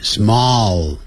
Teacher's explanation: 结尾有两个 L，所以舌尖要抵上去